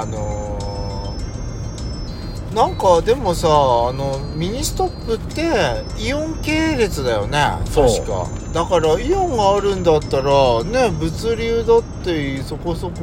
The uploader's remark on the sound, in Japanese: 2人組。ドライブ収録。ロードノイズごめんね。